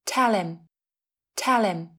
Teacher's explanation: Ví dụ, tell him nói với anh ấy sẽ thành tell him. Phụ âm h không được phát âm và phụ âm l nối thẳng với nguyên âm i.